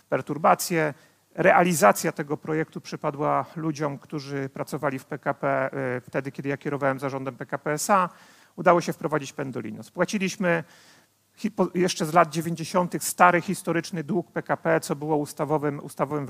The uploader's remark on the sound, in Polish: Odcinek jest nagraniem wystąpienia z Weekendu Kapitalizmu - trzech dni celebracji wolności, niezależności i dobrego biznesu; prelekcji, debat i pokazów filmowych. Widzieliśmy się 24-26 marca w warszawskim Teatrze Palladium.